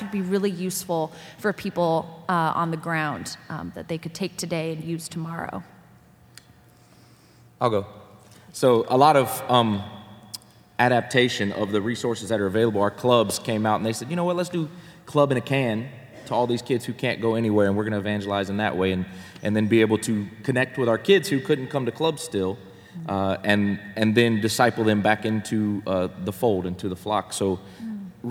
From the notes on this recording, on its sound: This episode was recorded live at the Equip Youth Workers Conference in Atlanta, GA.